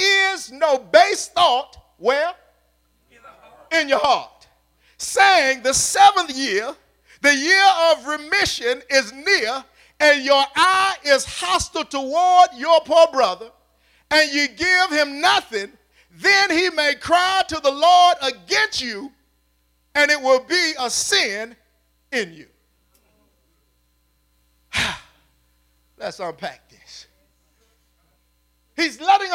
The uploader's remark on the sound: at Faith City Church in Clayton NC on Sunday, January 19, 2020.